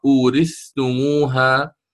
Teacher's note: فعندما تأتي للثاء عند التاء من أورثتموها فقرأ للإمام نافع، اقرأ له بالإظهار، لا تقرأ بالإدغام، لا تقول أوردتموها، اقرأ أورثتموها.